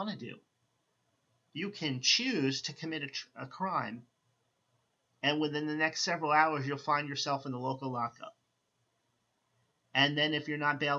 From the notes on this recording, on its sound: I apologize for the lower volume on this recording.